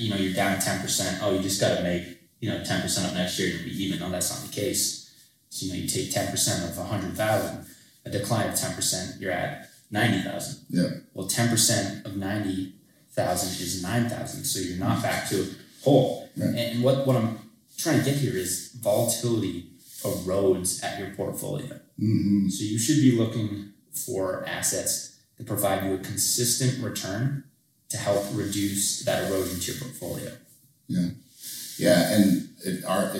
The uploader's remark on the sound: We recorded this hours after the Governor of Massachusetts declared a state of emergency. Our apologies for the mediocre audio quality. This recording was made in less than ideal conditions.